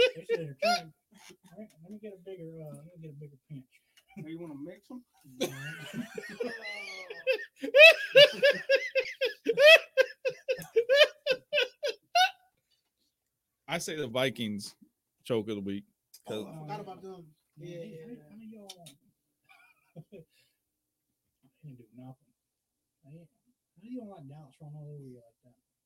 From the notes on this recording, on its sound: The Mystery Cooler strikes, but we screwed up the audio.